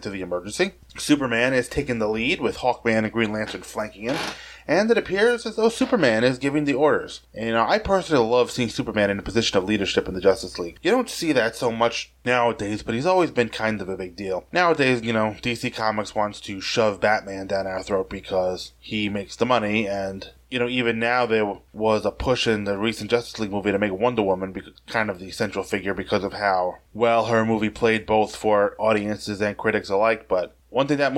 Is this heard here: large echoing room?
no